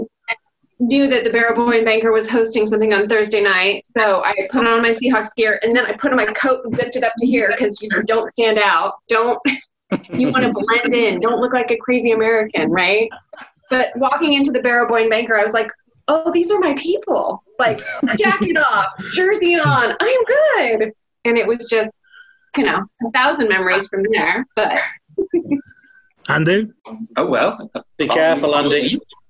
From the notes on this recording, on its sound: On a UK Seahawkers Zoom call. We hear stories, memories and more from several UK Seahawkers and some of our US pals too.